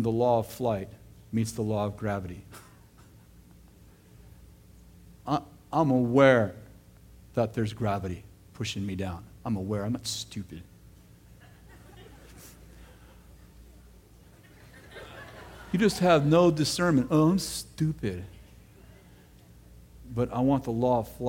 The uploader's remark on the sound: throwback message from September 24th, 2008 at Bethel Church in Redding CA